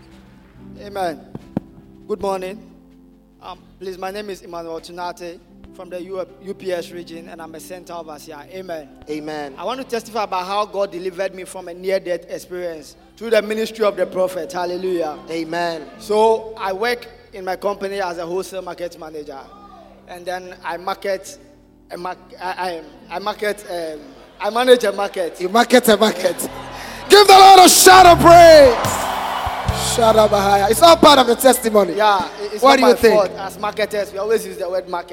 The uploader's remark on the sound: Preached at the Thanksgiving Service, Accra.